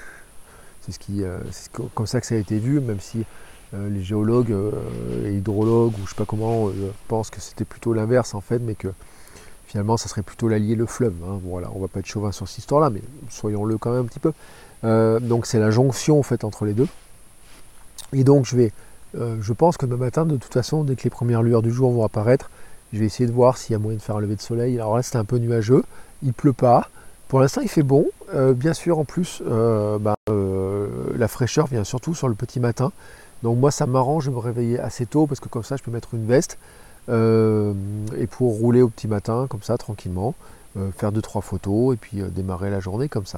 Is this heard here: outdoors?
yes